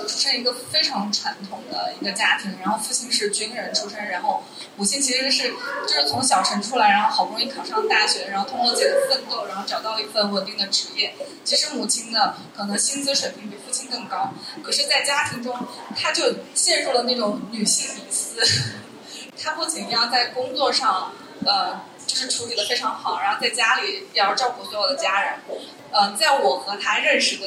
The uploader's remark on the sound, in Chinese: 现场观众写的纸条